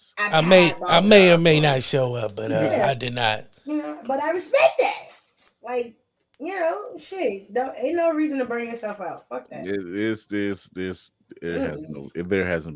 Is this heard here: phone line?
no